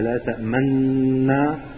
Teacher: تقرأها مع ضم الشفتين إلى الأمام، هذا يسمى الإشمام